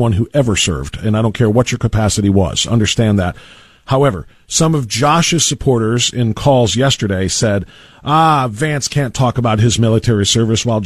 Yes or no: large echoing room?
no